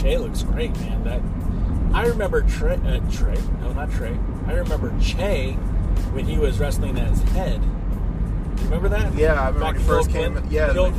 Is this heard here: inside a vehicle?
yes